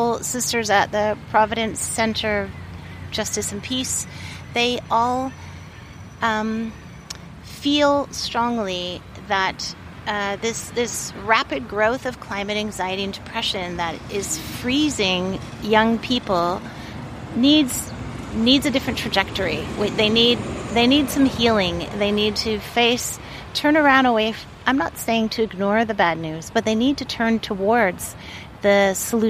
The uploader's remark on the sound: Interviews from the sacred fire at City Park. Coverage of the Youth Imagine The Future Festival.